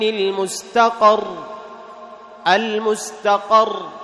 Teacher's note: تشدد مع المحافظة على إيش؟ عدم تكرير الراء تكريرا زائدا